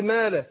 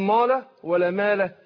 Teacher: يبقى رققت الألف عشان الميم إيه مرققة، يبقى الألف تتبع ما قبلها تفخيما وترقيقا، والغنة تتبع ما بعدها.